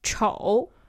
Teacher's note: Yeah, so you can hear the difference. Kind of 丑, ugly, is kind of a dipping tone.